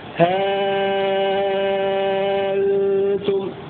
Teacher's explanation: وورد عن ورش إبدال الهمزة حرف مد يمد ست حركات